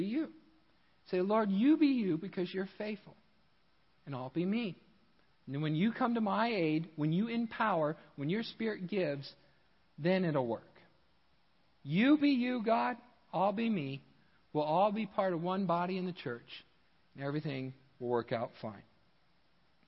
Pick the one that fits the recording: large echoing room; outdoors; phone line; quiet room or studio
large echoing room